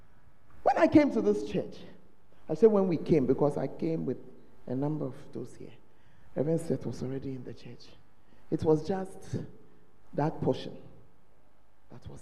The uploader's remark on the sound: on Day Two of The Proton Convention at The Fountain of Life Cathedral